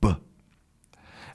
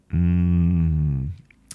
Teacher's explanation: The only difference is that the B, we have that little explosion of air. · Shown in: first take · B, mm, but...